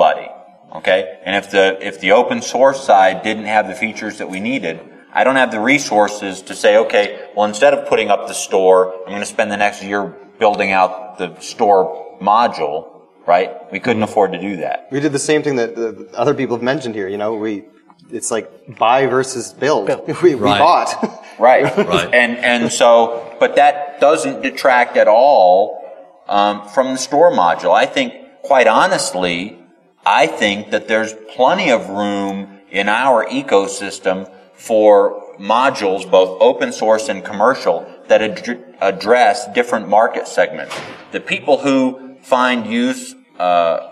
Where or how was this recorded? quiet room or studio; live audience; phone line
live audience